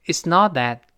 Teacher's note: not 最后那个 T 失去爆破了，因为 T 是爆破音，碰到别的辅音了